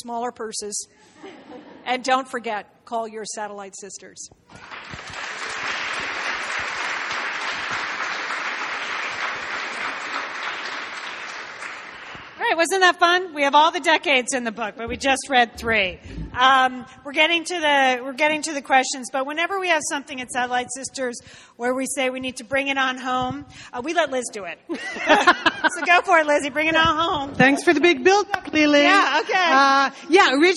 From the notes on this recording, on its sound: LIVE in Brooklyn NY. On this bonus LIVE show.